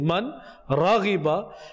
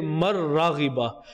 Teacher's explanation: But if you want to read it fluently, then you can also say mar raghiba. So the noon becomes silent. It gets merged into the ra. · Shown in: second take · Term: idgham